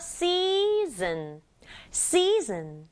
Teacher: 소리 나는 s에다가 이 a는 짝꿍이죠. e 길게 c. 여기에 s는 z 하고 소리 나요. z처럼. 그리고 붙여서 season.